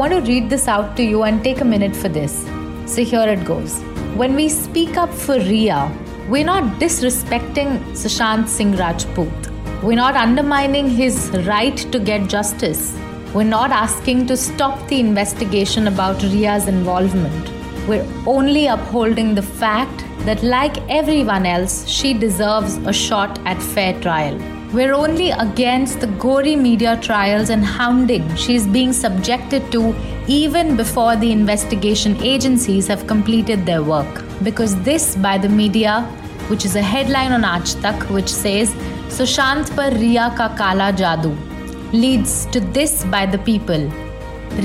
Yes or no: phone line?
no